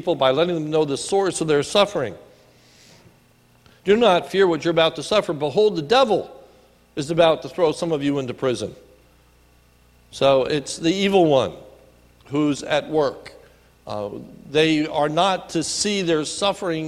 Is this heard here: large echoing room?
yes